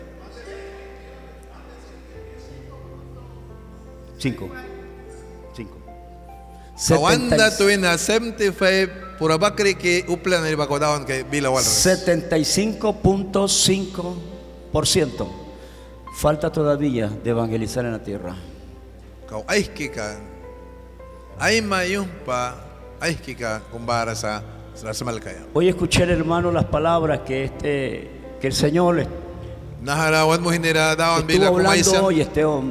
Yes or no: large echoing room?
yes